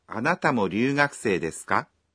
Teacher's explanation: letakkan partikel ka setelah des dan mengatakan kalimatnya dengan intonasi menanjak